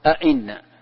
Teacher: فتحقيقه أن تنطق بالهمزتين نطقا محققا